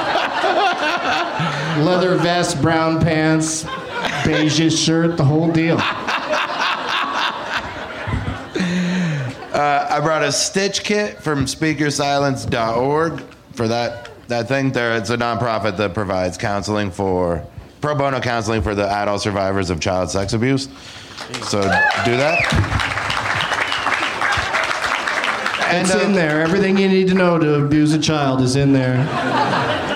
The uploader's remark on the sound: Live from Zanies in Nashville